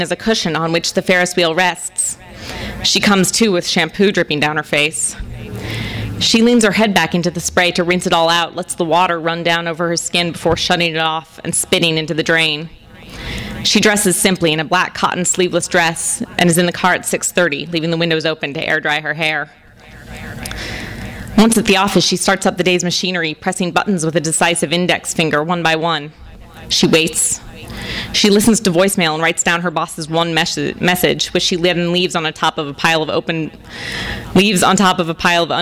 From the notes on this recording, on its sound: THIS EVENT WAS RECORDED LIVE AT SKYLIGHT BOOKS MAY 17, 2012.